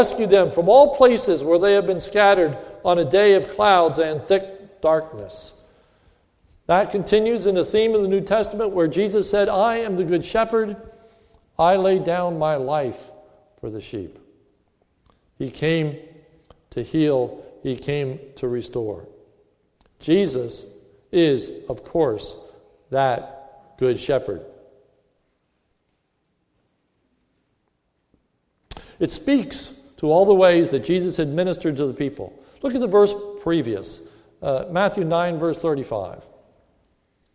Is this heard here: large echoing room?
yes